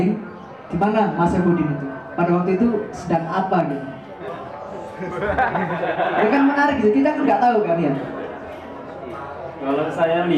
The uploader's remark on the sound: Live Talkshow at SJC.